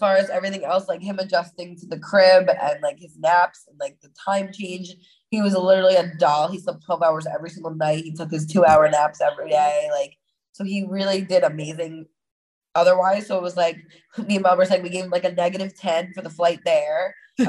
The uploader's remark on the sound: The One Where We Podcast From a (kinda Bubble) Bath. The sisters are switching things up as they record from zoom and a bubble bath!!